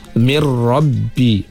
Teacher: Kalimah min rabbi kita mesti baca dengan idgham, berserta dengan ra' yang tebal